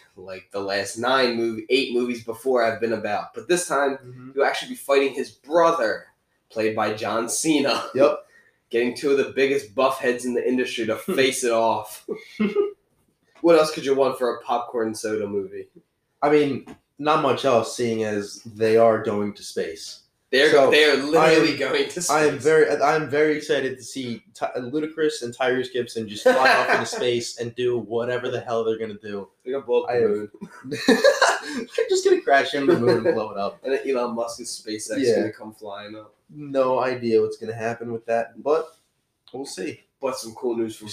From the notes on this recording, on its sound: PS sorry if audio isn't great, not in our normal recording setting!